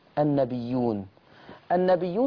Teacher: لكن النبيون لما أثبت ورش الهمز ترتب عليها مدين، ستقرأ بمدين.